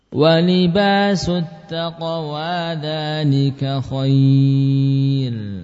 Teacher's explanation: Di sini roknya tipis ya, khair, karena didahului ya sukun.